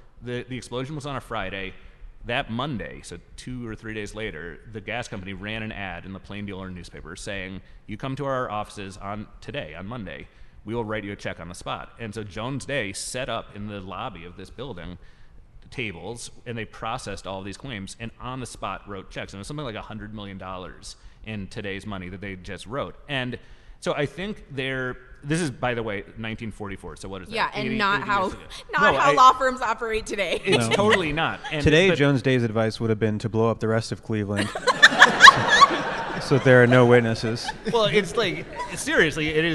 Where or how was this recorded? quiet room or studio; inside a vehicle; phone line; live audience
live audience